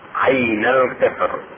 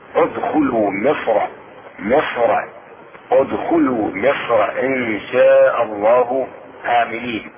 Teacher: الاختيار في راء القطر الترقيق، وفي راء مصر التفخيم